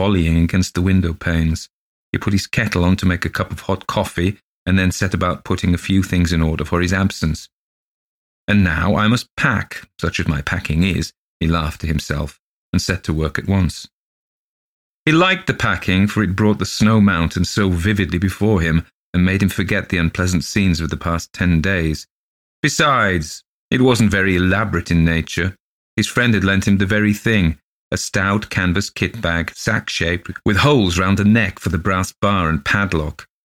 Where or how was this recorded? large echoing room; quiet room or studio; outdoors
quiet room or studio